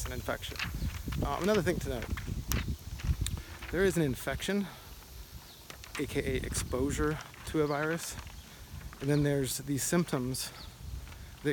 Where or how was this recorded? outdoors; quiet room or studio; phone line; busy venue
outdoors